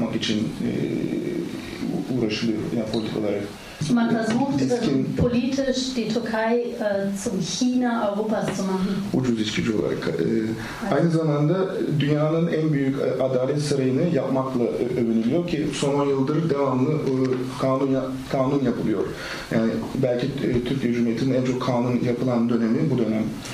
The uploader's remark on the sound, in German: In dem Kinoraum voller Publikum